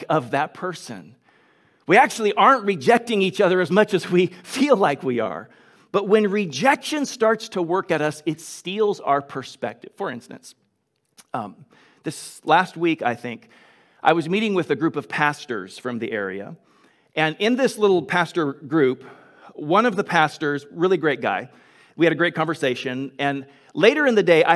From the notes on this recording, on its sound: Delivered on 17 October 2021 at Grace Church of La Verne . Delivered on 17 October 2021 at Grace Church of La Verne .